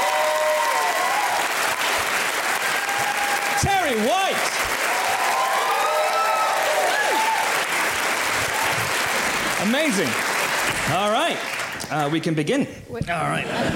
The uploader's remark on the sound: joined by a sell-out crowd at Kings Place in London earlier this week for a raucous live podcast